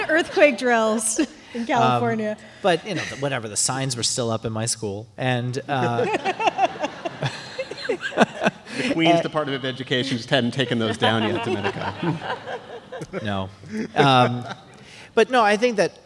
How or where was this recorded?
live audience